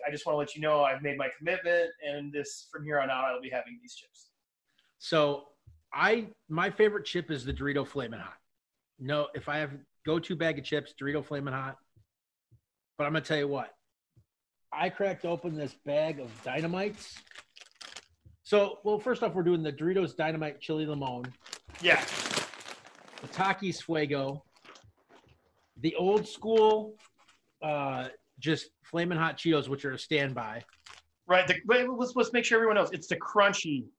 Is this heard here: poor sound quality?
yes